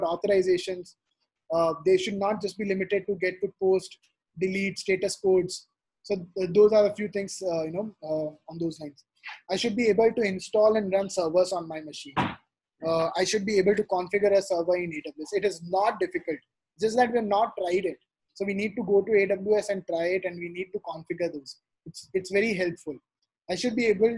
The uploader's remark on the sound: this audio segment from the webinar